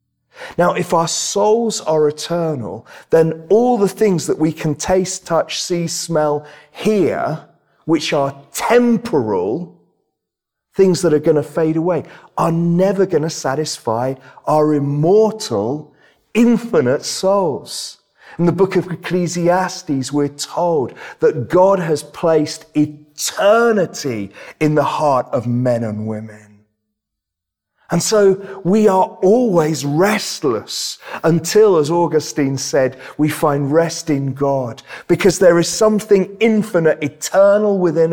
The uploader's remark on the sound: This sermon was preached at Welcome Baptist Church on Sunday 15th May 2022.